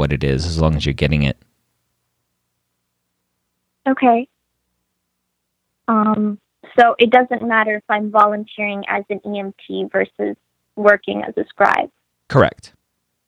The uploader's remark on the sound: got on the phone with several of them to answer their questions